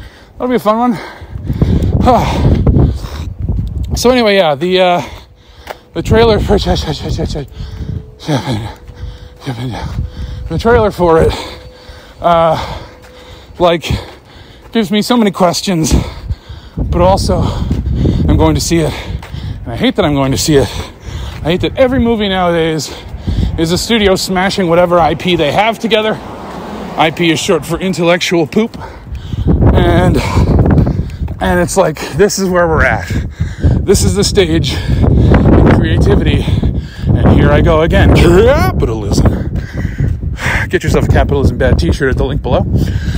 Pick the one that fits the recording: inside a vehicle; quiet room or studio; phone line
inside a vehicle